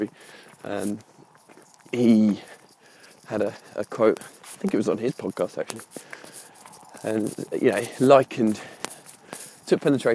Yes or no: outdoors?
yes